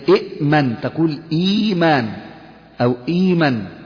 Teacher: مثلا أأتى، آتى. إذا كانت الهمزة الأولى مكسورة والثانية ساكنة فإننا نبدل الهمزة الثانية ياء · Term: المد البدل